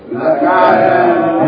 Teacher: the first syllable is short, the second syllable has elongation, and the third syllable is short again. So short, long, short.